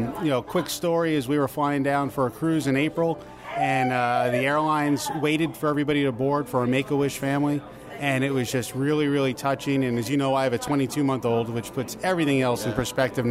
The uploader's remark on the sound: Live Review of Mizner’s Lounge at Disney’s Grand Floridian Resort. I invite you sit alongside me at a quiet, quaint table at Mizner’s Lounge at Disney’s Grand Floridian Resort and Spa for a live restaurant review.